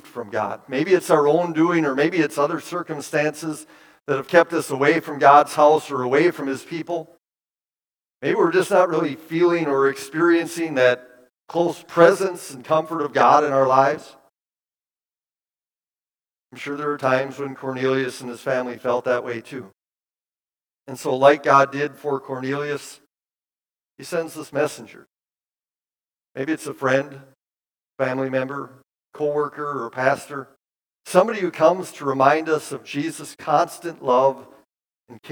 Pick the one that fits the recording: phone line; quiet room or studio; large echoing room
large echoing room